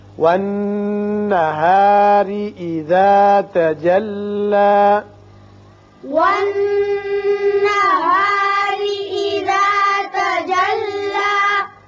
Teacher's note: نون مشدد ہے، غنہ ہوگا، را کے نیچے زیر ہے، اس کو باریک پڑھیں گے